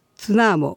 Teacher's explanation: ツナモのナにアクセントが来るのは、先ほどお話したように、後ろから2番目の音節にアクセントを置くのがルールだからです